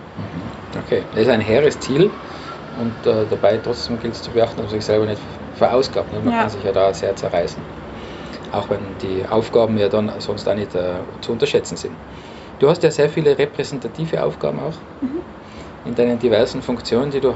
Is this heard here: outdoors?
yes